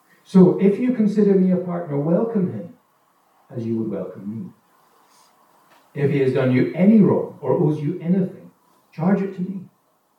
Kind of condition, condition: fault, poor sound quality